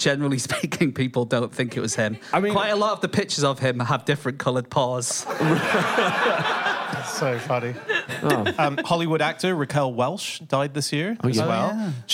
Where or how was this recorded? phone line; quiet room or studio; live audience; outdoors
live audience